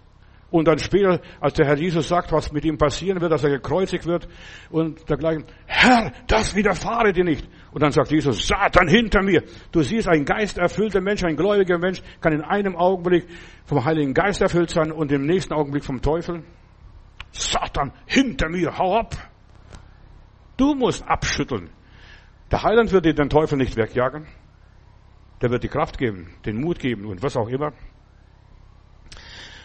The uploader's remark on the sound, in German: im Gemeinde-Zentrum in Berlin aufgenommen